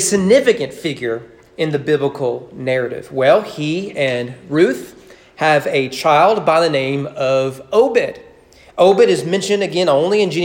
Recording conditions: large echoing room